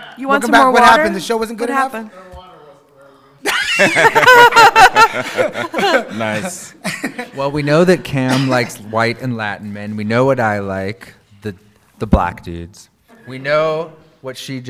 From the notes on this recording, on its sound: Record live at Phoenix Comicon.